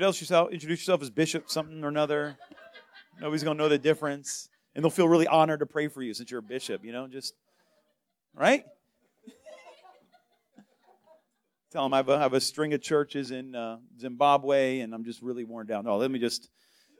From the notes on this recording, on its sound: The first service of the Calling All Revivalist Conference. Revival Life Church Boca Raton, FL.